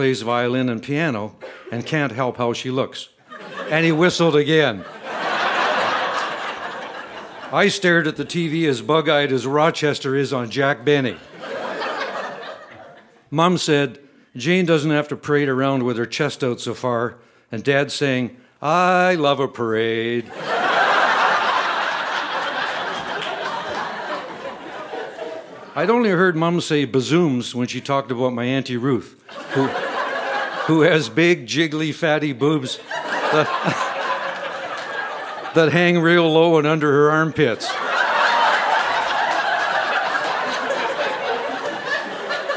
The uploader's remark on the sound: Recorded live at The Refinery in Saskatoon, SK.